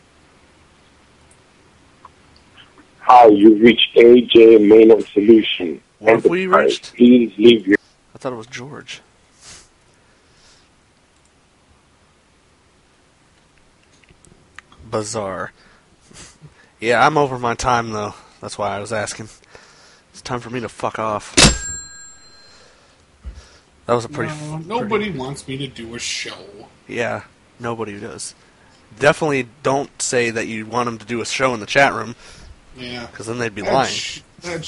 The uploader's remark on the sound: Personal Prank Phone Calls Collection